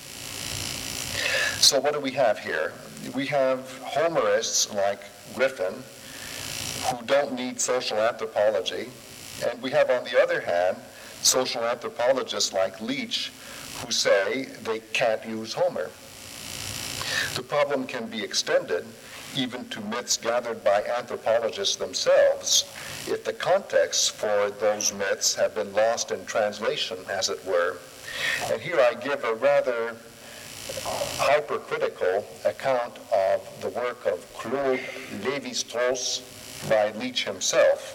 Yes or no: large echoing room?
yes